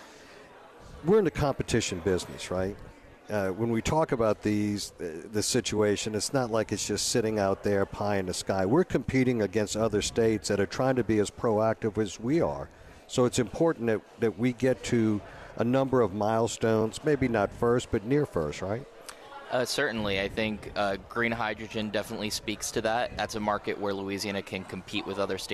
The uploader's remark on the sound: Is broadcasting LIVE from GNO’s Inc.’s Annual Luncheon at the Hyatt Regency New Orleans.